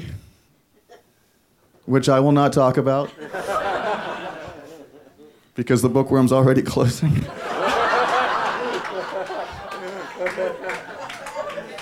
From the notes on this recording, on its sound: In one of the last live events taped at the storied Bookworm in Beijing, which shut its doors this month, the Royal Asiatic Society of Beijing sponsored a debate.